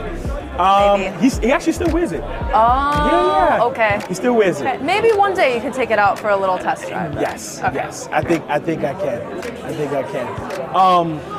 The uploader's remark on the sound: Live At Sothebys Luxe Edit. Visiting the Luxury Edit Exhibition at Sotheby's before the live auction.